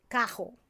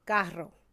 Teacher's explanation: we replace a lot of the R sounds, like the rolling R's, with an H sound · Shown in: first take · like cajo, instead of carro.